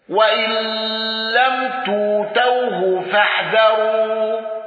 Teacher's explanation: أبو عمرو بالإدغام وإبدال الهمز